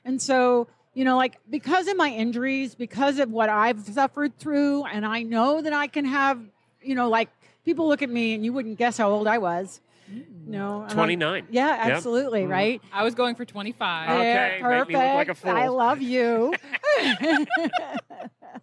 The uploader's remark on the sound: Live from Day 1 at Equine Affaire, Ohio. Live from Equine Affaire in Ohio. They bring you interviews with some of the fascinating clinicians, vendors and spectators that are attending this year!